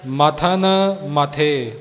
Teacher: ਮਥਨ ਮਥੇ ਇਉਂ ਪੋਲਾ ਹੀ ਬੋਲਣਾ ਜਿਵੇਂ ਭਾਈ ਸਾਹਿਬ ਨੇ ਉਚਾਰਿਆ ਹੈ ਮੱਥਨ ਜਾਂ ਮੱਥੇ ਨਹੀਂ ਕਹਿਣਾ